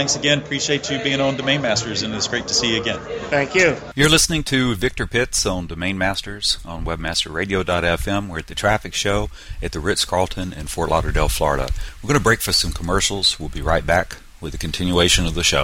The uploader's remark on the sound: On location at the TRAFFIC conference in Fort Lauderdale 2011. Segments of a live domain auction.